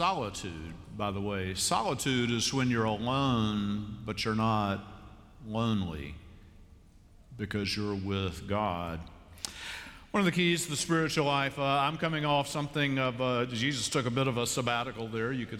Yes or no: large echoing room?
yes